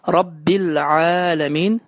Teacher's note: ayın hərfindən sonra əlif gəldiyi üçün ayın hərfi uzadılır